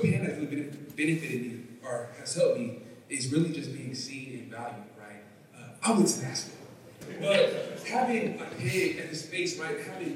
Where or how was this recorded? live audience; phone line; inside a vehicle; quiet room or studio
live audience